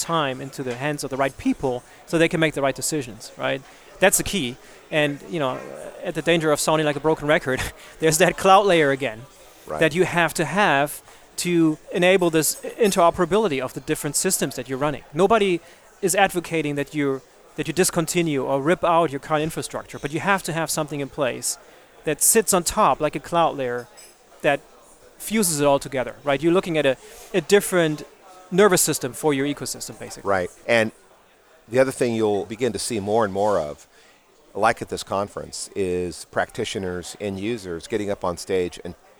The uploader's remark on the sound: A live recording from the Supply Chain Executive Conference in London.